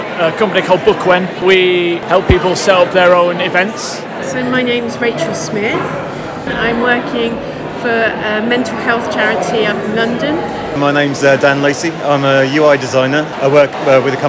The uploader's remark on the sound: I'm chatting with some of the attendees at UX Brighton 2023. I'm chatting with some of the attendees at UX Brighton 2023.